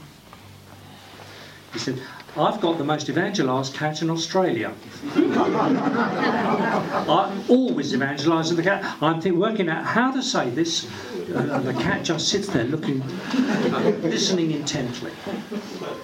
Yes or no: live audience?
yes